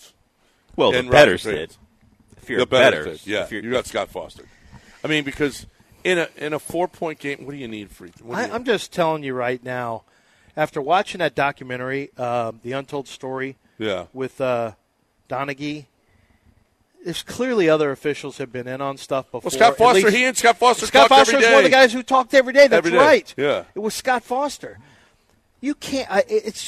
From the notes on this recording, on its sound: LIVE from East River 9!